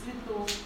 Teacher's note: она произносится не как гласное «е», а как средний между «и» и «е»